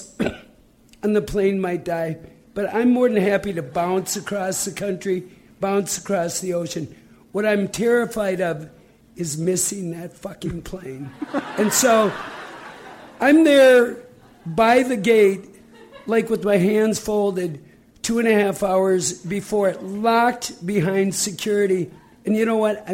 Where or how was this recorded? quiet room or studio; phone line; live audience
live audience